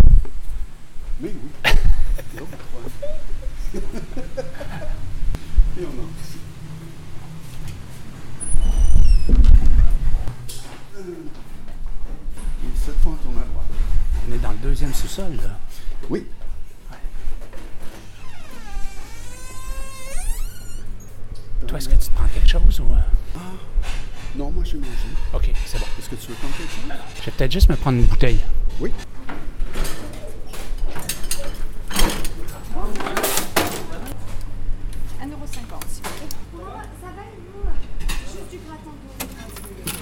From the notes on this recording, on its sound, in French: Festival de Cannes 2023. Entrevues sur la Croisette.